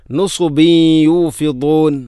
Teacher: നുസുബ് സ്വാദ്, സ്വാദ് ഉച്ചരിക്കുമ്പോൾ നാവിൻ്റെ മധ്യഭാഗം അണ്ണാക്കിലൂടെ ചേർന്ന് വരണം